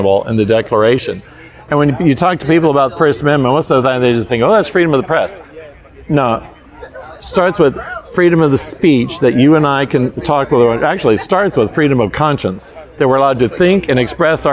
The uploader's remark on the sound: at the recent Homesteaders of America conference